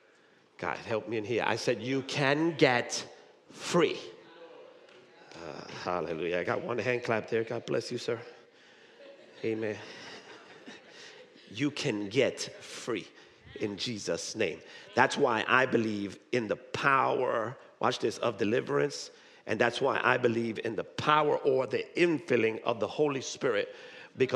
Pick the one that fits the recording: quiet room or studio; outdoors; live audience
live audience